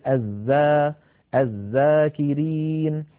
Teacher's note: والذال حرف مستفل، لأنها ليست من حروف خص ضغط قض، فلا استعلاء ولا تفخيم في الذال